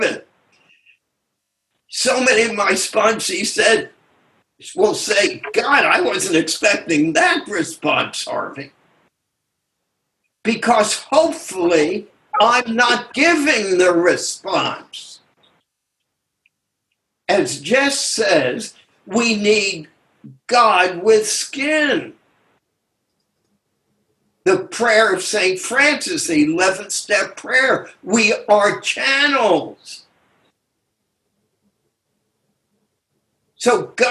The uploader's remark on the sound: took us on a zoom journey